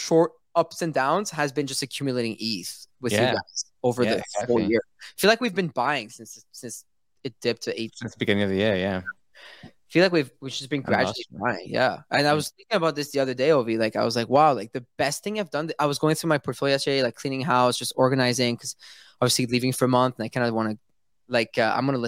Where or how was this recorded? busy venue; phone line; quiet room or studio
quiet room or studio